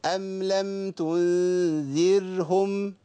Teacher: الراء عندي في تنذرهم راء ساكنة مرققة لأن قبلها ذا المحركة بكسر